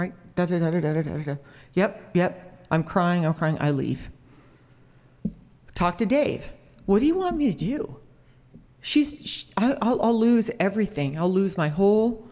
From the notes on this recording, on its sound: With true stories on a perceptive theme, told live on stage and without notes.